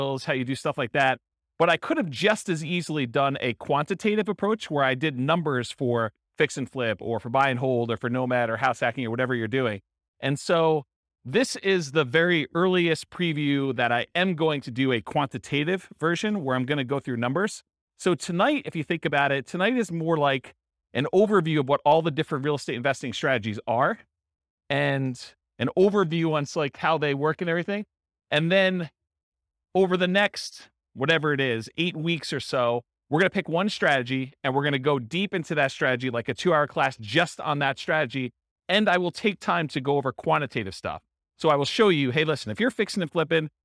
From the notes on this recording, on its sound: This was a live class recorded to give investors a solid qualitative overview of all the different real estate investing strategies. Live in-person version.